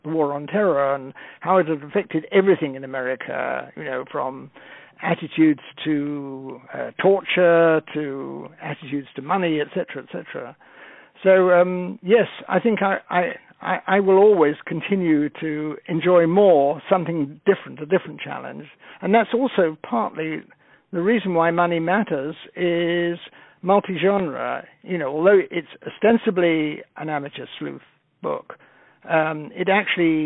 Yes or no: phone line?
yes